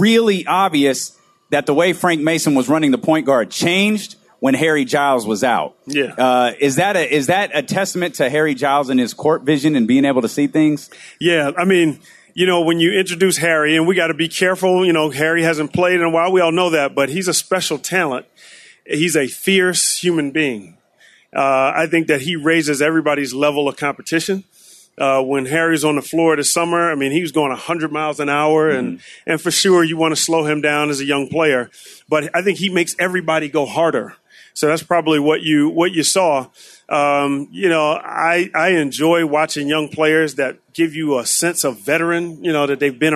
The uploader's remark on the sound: Live At Sports Fest